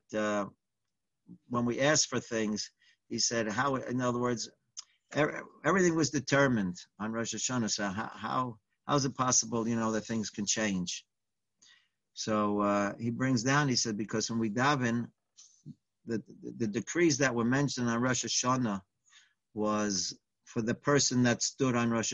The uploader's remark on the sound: Live On Zoom